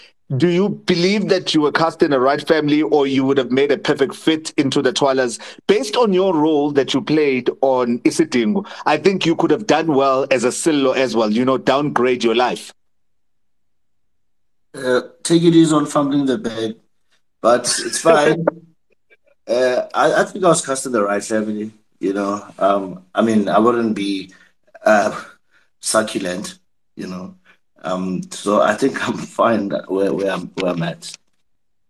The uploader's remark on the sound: This is a recording of a live conversation I hosted on Twitter Spaces